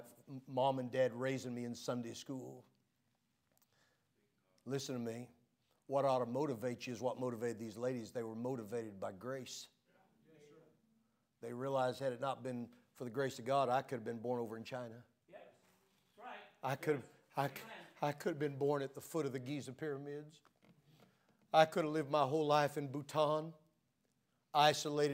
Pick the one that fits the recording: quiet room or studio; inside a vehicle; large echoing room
large echoing room